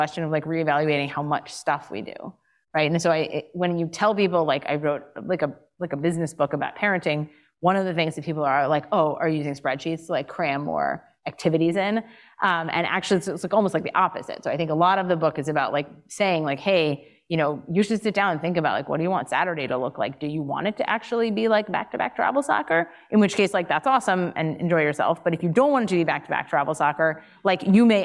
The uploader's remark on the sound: Today’s episode is an audio recording from one of my recent appearances in Montclair, New Jersey. It was an amazing night.